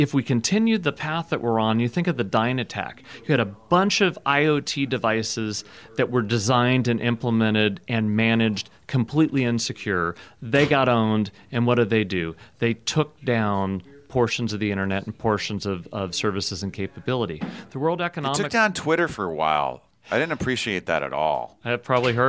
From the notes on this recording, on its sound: at RSAC 2018 security conference in San Francisco